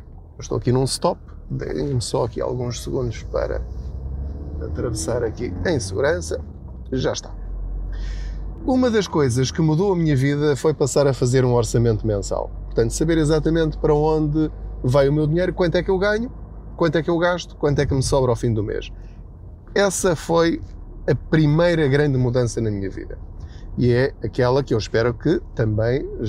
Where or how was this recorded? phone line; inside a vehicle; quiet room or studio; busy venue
inside a vehicle